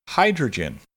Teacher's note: Hydrogen has a long I sound at the beginning, and the schwa sound is at the end.